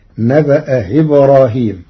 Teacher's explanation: قرأ ورش كلمتي نبأ إبراهيم بتسهيل الهمزة الثانية بين بين فتصير نبأ إبراهيم.